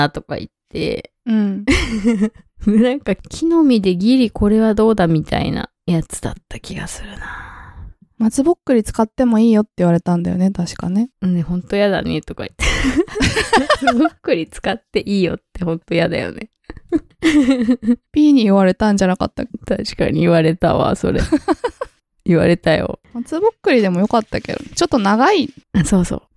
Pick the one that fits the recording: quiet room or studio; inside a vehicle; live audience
quiet room or studio